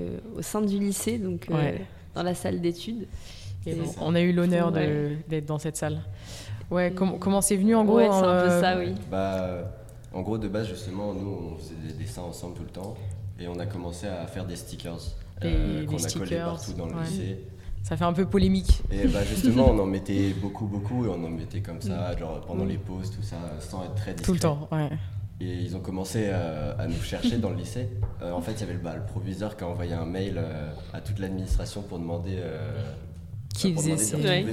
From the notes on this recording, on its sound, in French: Au micro de Radio2B pendant le festival RUR!